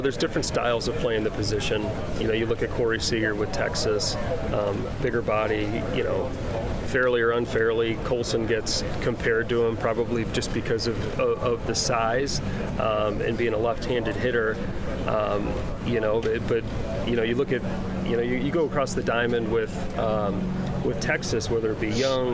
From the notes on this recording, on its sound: LIVE from the GM Meetings in Scottsdale, Arizona.